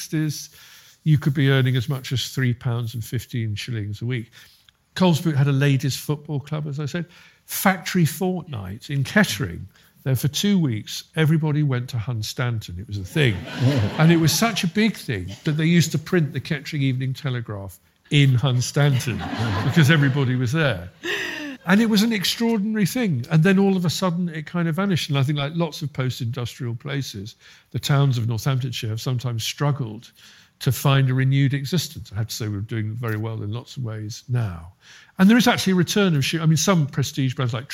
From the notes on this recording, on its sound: A very special LIVE episode of The Rabbit Hole Detectives all the way from The Royal in Northampton where the audience, and not the Disembodied Voice, declares this week’s winner.